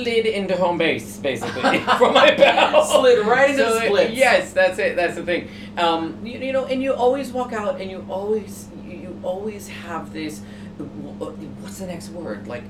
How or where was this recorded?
busy venue